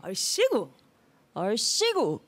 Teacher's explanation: Accent move to the second syllable.